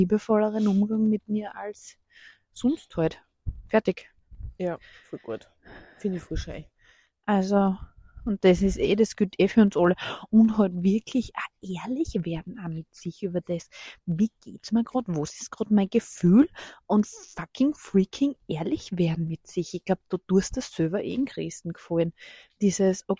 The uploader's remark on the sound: Late Night Walk & Talk